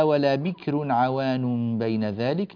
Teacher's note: ننتبه لترقيق الراء في ولا بكر